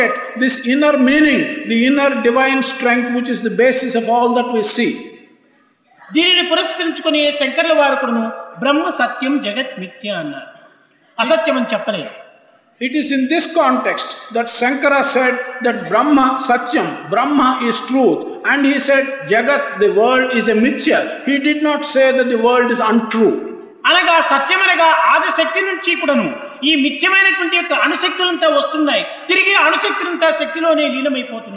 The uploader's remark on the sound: during the inauguration of the 2nd World Conference of Sri Sathya Sai Organisations